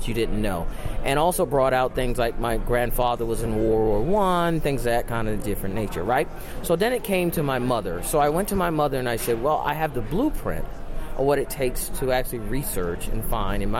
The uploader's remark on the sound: at “Podfest” a podcaster’s conference in Orlando, Florida